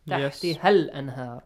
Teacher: Alif Mad will be changed to short vowel.